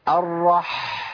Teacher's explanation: لازم تسمع صوت الحاء وهي طالعه منين، من نص الحلق. · Term: مخرج الحرف